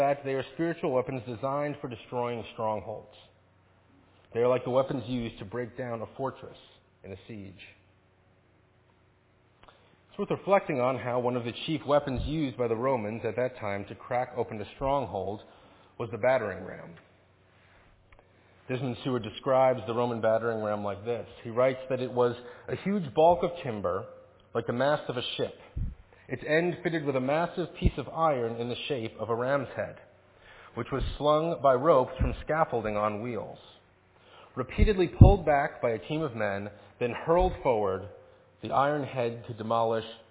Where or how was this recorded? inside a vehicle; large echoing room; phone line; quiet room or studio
large echoing room